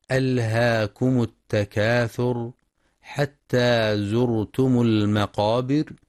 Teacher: ينتبه القارئ لإظهار اللام، لام الفعل، في ألهاكم إظهارا مطلقا